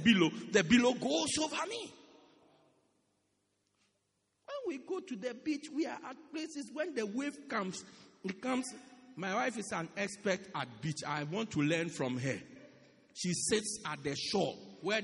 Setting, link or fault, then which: setting, large echoing room